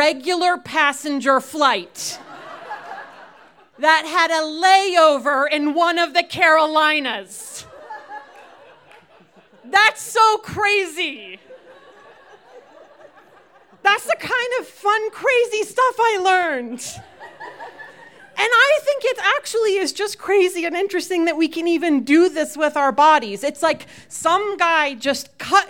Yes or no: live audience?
yes